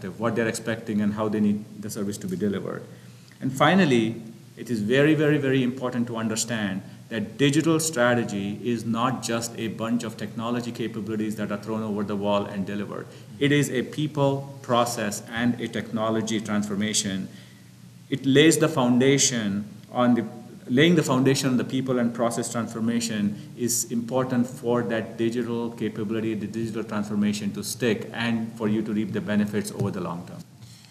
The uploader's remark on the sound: recorded on-site at Insurance Innovators: USA